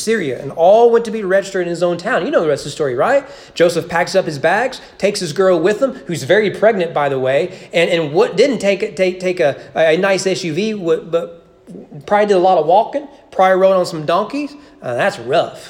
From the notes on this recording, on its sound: Sermon preached at East Frankfort Baptist Church. During the annual Christmas Candlelight service.